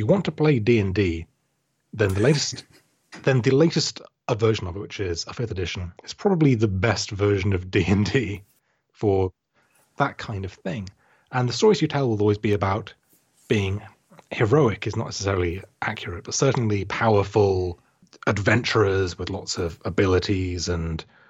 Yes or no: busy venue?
no